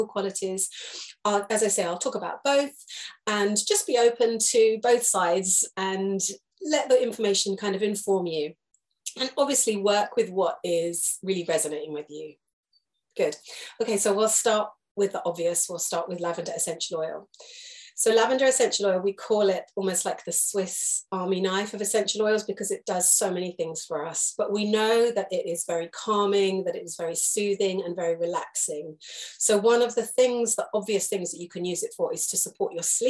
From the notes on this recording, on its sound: This is a recorded Zoom lesson